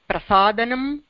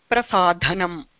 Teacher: प्रसादनम् इति पदे अल्पप्राणधकारः अस्ति, प्रसाधनम् इत्यस्मिन् महाप्राणधकारः अस्ति